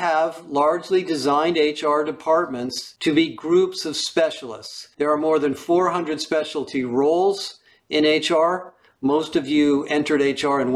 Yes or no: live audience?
no